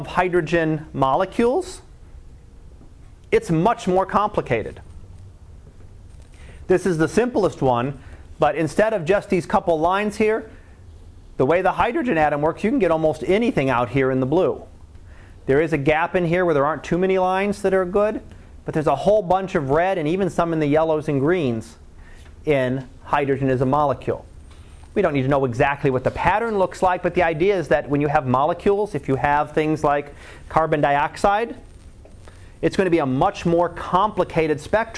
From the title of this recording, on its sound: Live Class Lecture